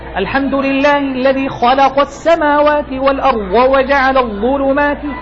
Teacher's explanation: تسمع صوت تفخيم مفتعل، ليس تفخيما صحيحا بضم الشفتين